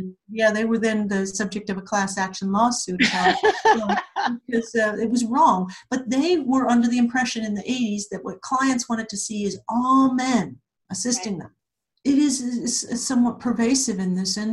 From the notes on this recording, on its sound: She also answers audience questions! This episode was recorded remotely using Zoom.